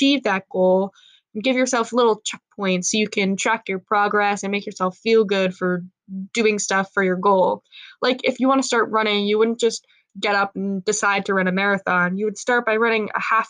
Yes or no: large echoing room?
no